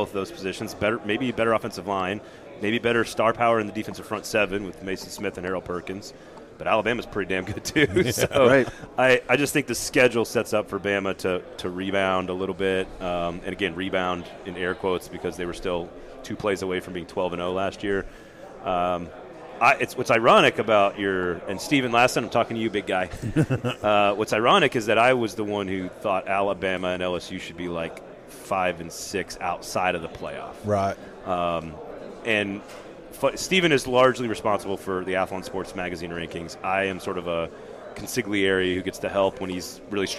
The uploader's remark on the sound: joined us live during 2023 SEC Media Days from Nashville Tennessee